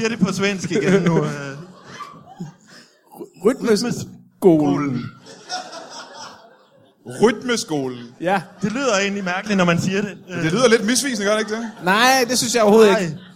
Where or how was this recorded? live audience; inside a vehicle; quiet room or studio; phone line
live audience